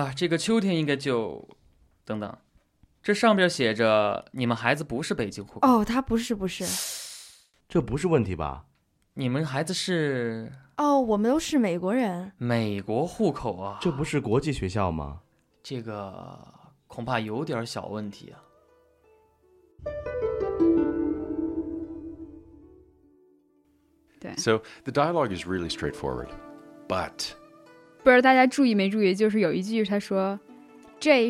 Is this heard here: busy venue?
no